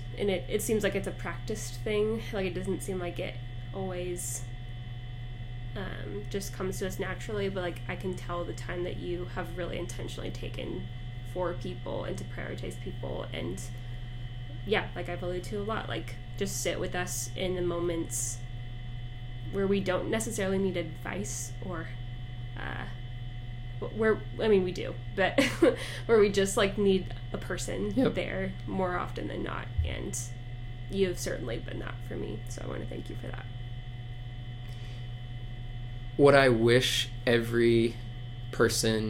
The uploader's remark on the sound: Please bear with us as our audio quality was slightly hampered thanks to AC buzz.